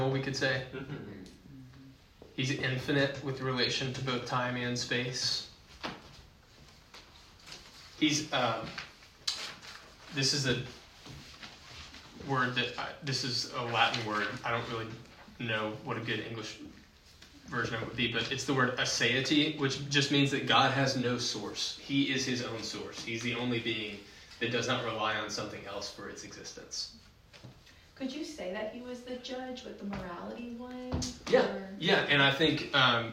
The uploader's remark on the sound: This recording is from a recent Christianity 101 class at King's Cross Church